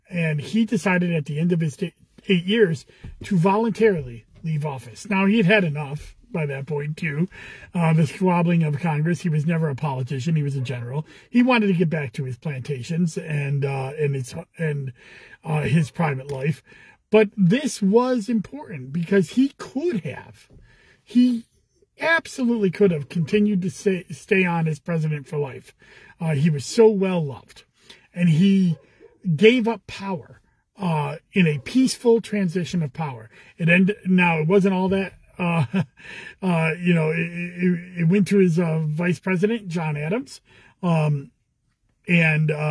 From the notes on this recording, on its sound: Commissioner in a Car